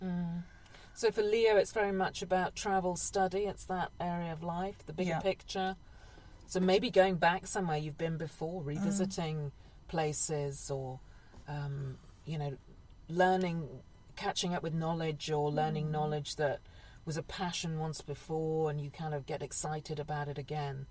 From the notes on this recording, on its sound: This month's podcast was made at a glamorous location on the top floor of a car park in Reading. We sweat it out in the car.